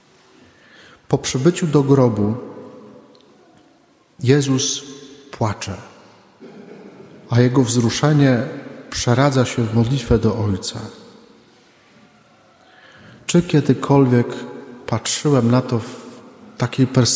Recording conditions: large echoing room